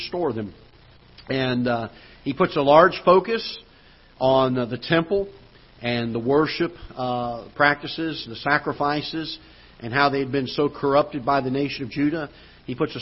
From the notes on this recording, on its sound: Ketha Heights Baptist Church ~ Live Broadcast.